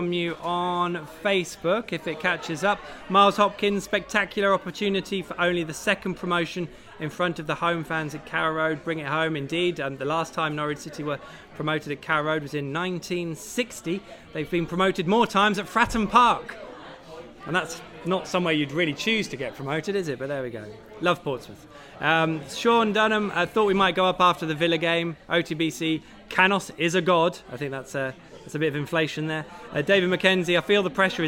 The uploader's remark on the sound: The PinkUn Show 176 is LIVE from London - the Old Red Lion in Islington to be precise. All Canaries supporters are welcome every week to pop along to the pub and have their say live on the show.